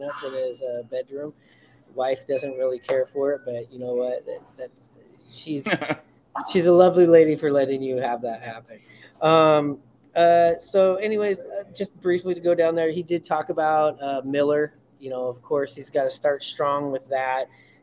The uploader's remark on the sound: Live from Buckley's!